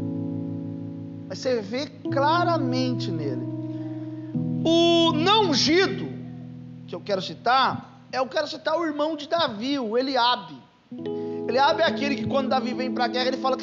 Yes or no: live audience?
yes